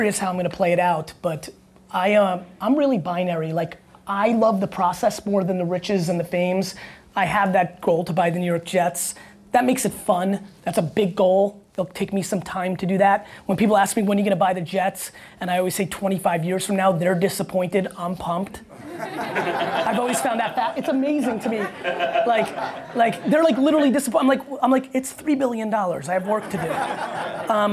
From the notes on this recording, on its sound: Just opened a brand new co-working space in NYC called Blueprint + Co. To open the doors he had me join him on stage for a great fireside chat and Q&A.